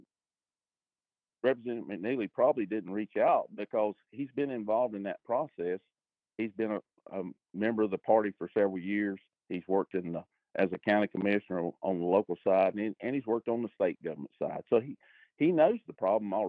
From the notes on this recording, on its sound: Take listener call-in questions. Today's Guests (On Phone).